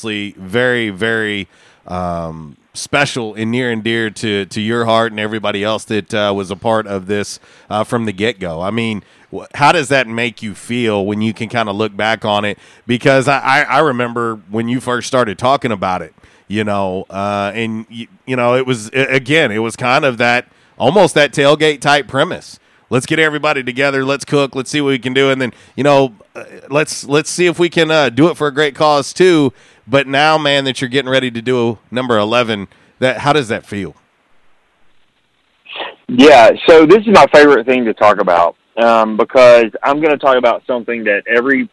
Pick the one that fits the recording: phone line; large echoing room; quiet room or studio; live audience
phone line